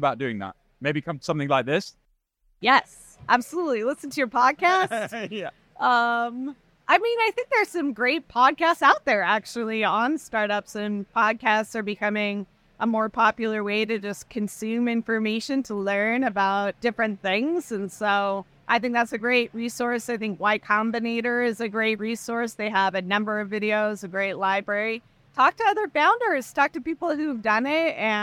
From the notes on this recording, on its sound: We take you inside Clio Con , the annual legal technology conference. Clio Con Clips Mini-Series.